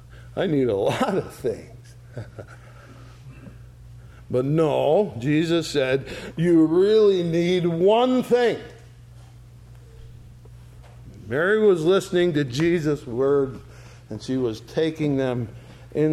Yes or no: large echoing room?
yes